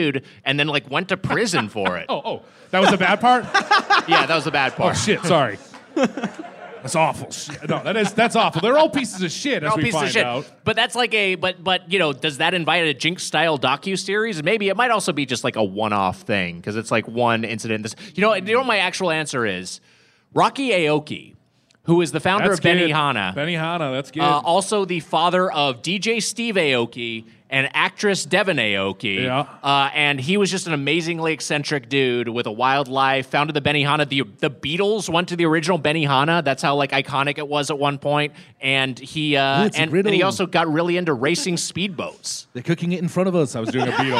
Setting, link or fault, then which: setting, live audience